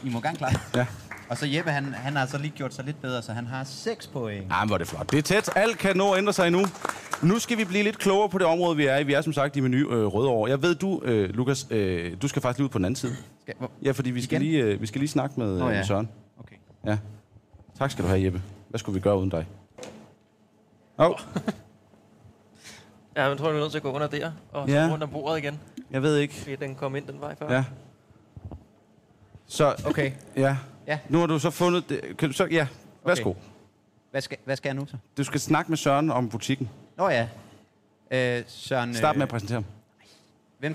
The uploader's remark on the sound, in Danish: Live fra Meny Rødovre. Tilbuds-tourbussen har nået næste stop, som er Meny Rødovre.